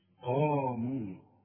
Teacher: كل قاف وبعدها ألف من أعلى درجات التفخيم